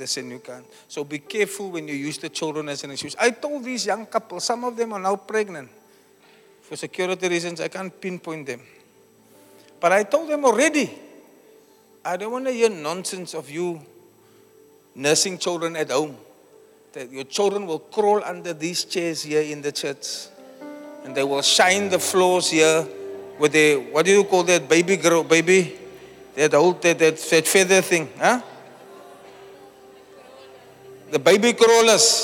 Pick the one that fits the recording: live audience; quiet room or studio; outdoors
live audience